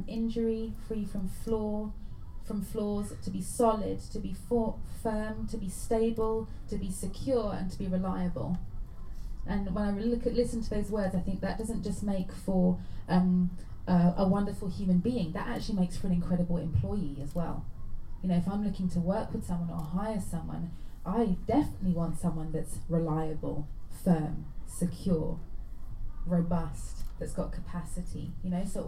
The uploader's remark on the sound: Live Recording from Event. This podcast here is a live recording from our Wellness Workshop.